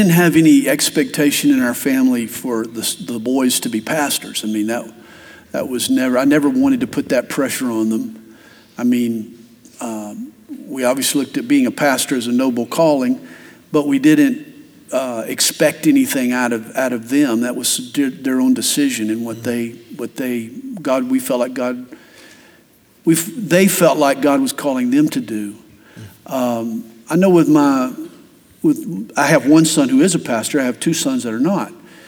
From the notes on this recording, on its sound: Class: Parenting Seminar '24 | Q&A.